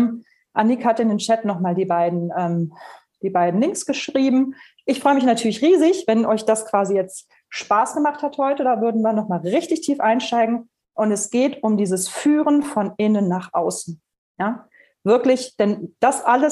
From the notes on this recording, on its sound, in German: Podcast zum interaktiven Live-Webinar.